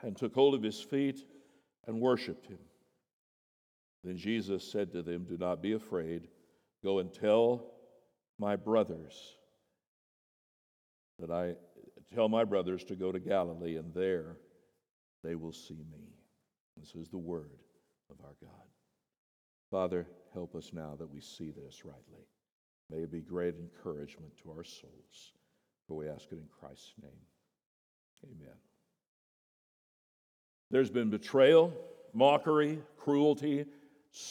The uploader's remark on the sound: The Easter sermon at Boulevard Baptist Church. At the 8:00am service.